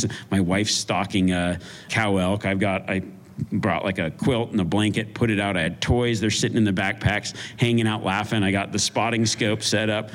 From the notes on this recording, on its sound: a live Q&A during the Western Hunt Expo